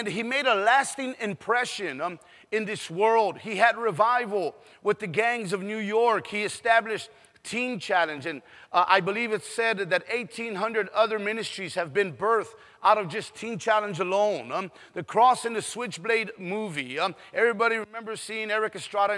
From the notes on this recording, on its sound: PREACHED IN SAN ANTONIO TX